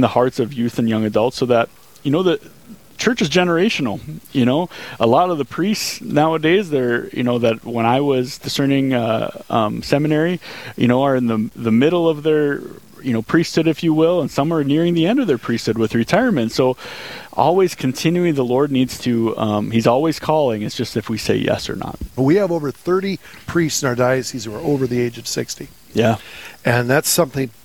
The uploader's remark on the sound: Live from the Rose Creek Golf Course, the annual "Putt 4 a Purpose" fundraising event for the Fargo Diocese!